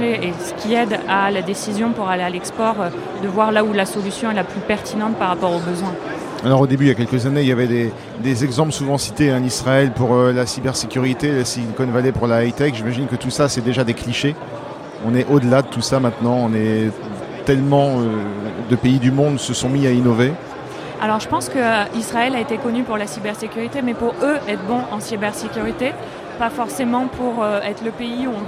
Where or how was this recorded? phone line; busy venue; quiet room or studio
busy venue